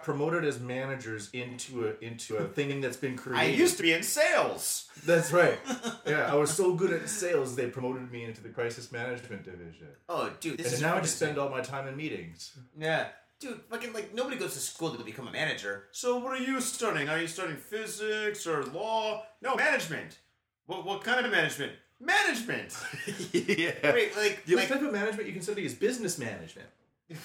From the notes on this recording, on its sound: This weeks show is cut short cuz we are having technical difficulties with our mic, we have learned the hard way that microphones can't swim in booze….